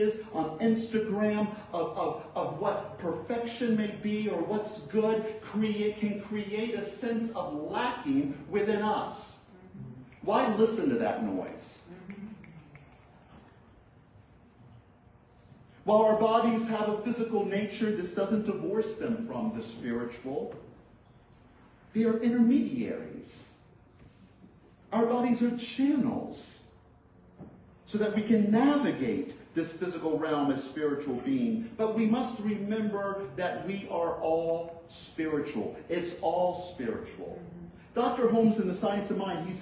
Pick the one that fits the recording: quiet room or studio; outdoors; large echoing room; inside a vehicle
large echoing room